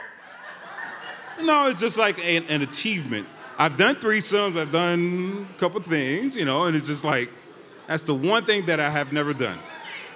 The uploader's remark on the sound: Live At Sony Hall NYC.